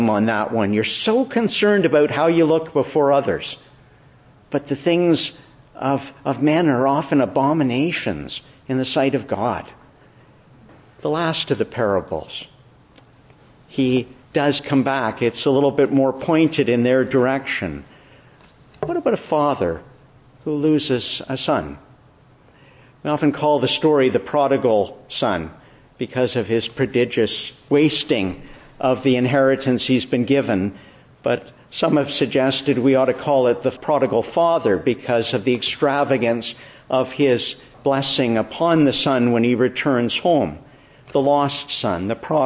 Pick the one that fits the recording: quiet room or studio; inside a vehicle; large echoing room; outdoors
large echoing room